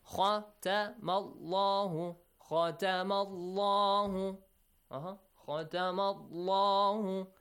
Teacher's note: All are short vowels. Only la, it's a long vowel, but it's kind of short one.